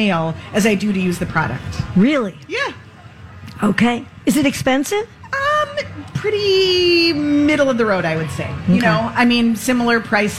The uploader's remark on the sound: Live From The Minnesota State Fair